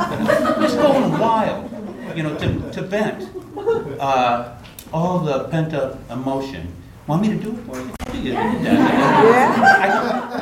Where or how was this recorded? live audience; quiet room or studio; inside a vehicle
live audience